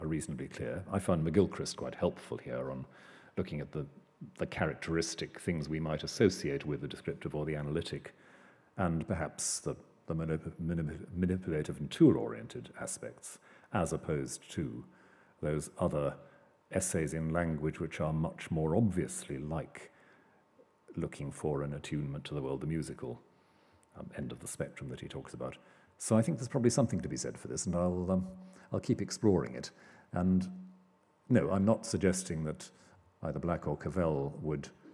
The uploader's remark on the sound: Delivers the Gifford Lecture series. Recorded on Monday 4 November at the University of Edinburgh's New College.